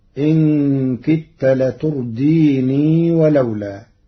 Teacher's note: قرأ ورش كلمة لتردين وصلا بإثبات الياء، فيقرأ إن كدت لترديني ولولا.